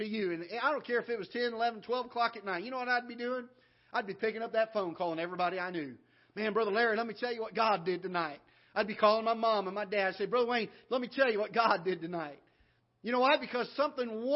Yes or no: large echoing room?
yes